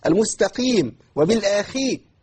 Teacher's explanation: الخاء المكسوره ضعيفه جدا تتعامل مع معامله القاف المكسوره